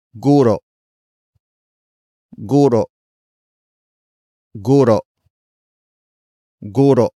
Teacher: Guro is spelled as G-U-R-O. Note the glottal stop at the end.